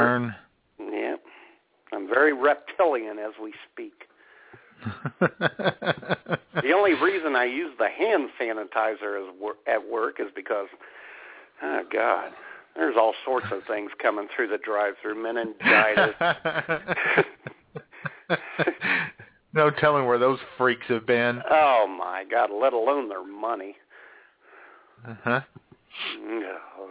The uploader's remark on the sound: all the while taking your phone calls.